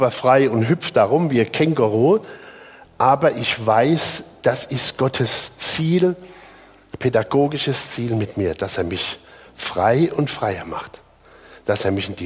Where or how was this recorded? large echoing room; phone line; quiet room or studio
large echoing room